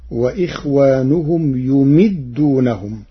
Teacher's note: قرأ ورش كلمة يمدونهم بضم الياء وكسر الميم من أمد الرباعي، فتصير وإخوانهم يمدونهم.